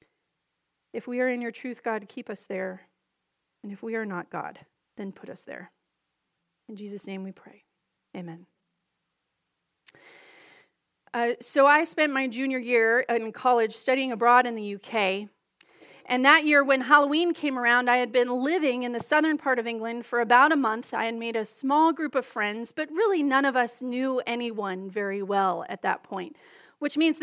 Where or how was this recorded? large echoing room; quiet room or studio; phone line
large echoing room